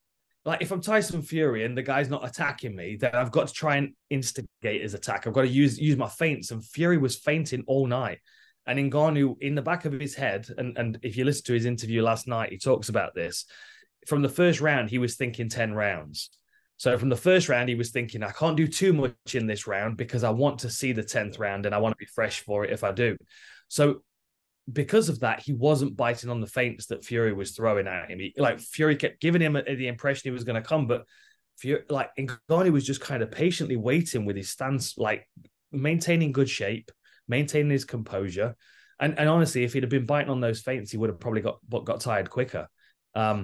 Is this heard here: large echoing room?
no